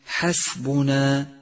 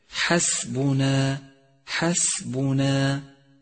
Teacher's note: انتبه إلى حرف السين، فهو حرف همس وصفير وترقيق، وكلها صفات تدعوك إلى توضيحه ورقته، حسبنا حسبنا.